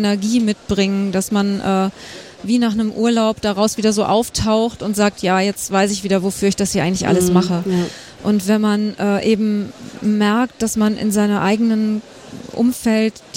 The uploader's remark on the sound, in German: Live vom Deutschen Pflegetag. Wir berichten live aus Berlin.